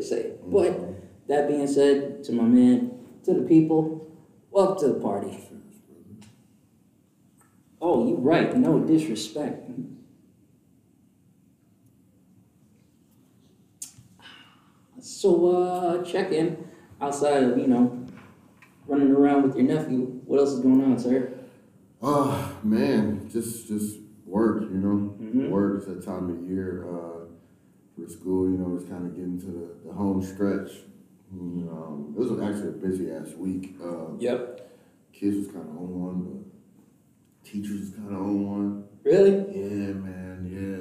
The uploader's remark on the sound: Higher quality audio starts at 27:16.